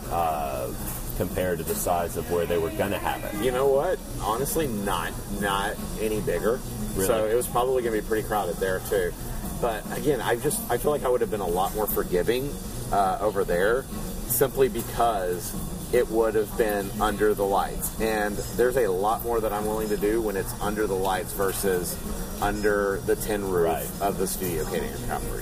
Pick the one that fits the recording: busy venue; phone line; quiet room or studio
busy venue